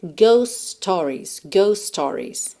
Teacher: o T de ghost vai sumir, porque eu tenho um S antes dele e um S logo na sequência